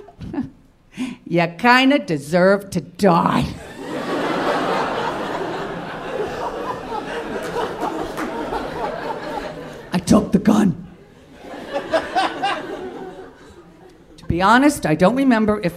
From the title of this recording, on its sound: Live at the Bell House!